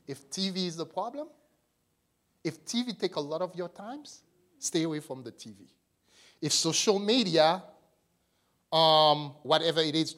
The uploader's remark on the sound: This message was delivered and recorded on March 25, 2023 at the Transformation and Equipping Center - 244 Liberty Street Brockton, MA 02301